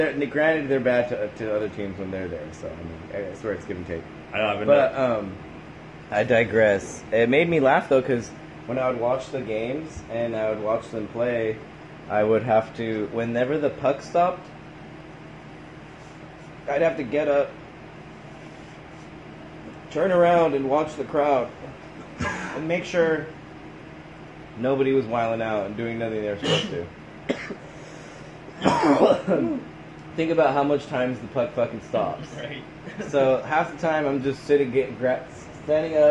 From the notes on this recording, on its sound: Recorded off of a phone. We had two silent guests who wanted to observe the podcast!